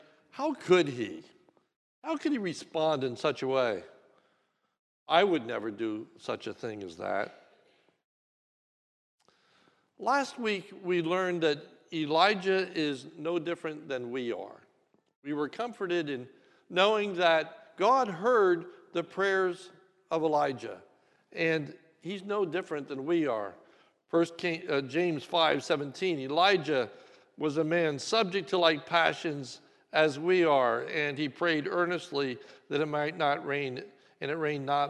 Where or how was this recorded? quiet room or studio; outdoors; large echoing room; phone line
large echoing room